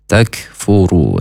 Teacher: Kemudian huruf kaf, ini makhrajnya dari pangkal lidah agak ke depan dan hamas atau berdesis